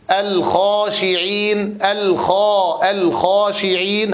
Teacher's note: كذلك نفس التنبيه الذي ذكرناه في الغين نذكره في الخاء، أن الخاء إذا جاءت مفتوحة وبعدها حرف مد ينبغي أن تكون في أعلى درجات التفخيم، حينما نقول مثلا: الخاسرين الخاشعين هكذا، في أعلى درجات التفخيم.